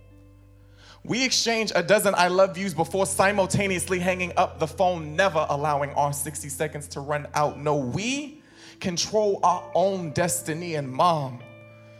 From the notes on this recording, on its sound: electrifies the Snap LIve audience